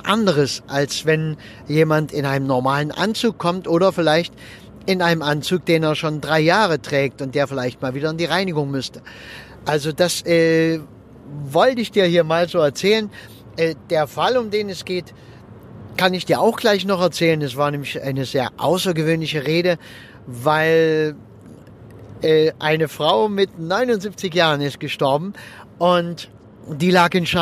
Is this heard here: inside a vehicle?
yes